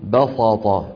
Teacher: يفخمون السين حتى تصير صادا تأثرا بالطاء بعدها